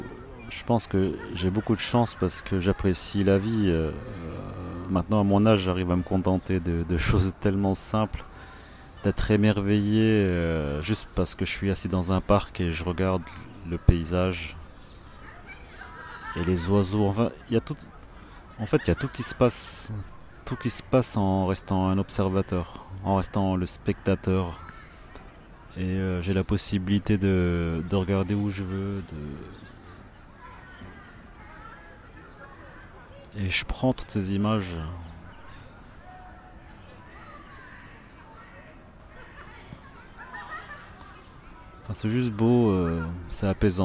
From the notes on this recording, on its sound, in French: Live Chill - Assis dans un parc. Les lives Chill, ce sont des enregistrements sur l'instant, quelque part. Des audios bruts sans introduction ni fin. Je suis assis dans un parc et je contemple.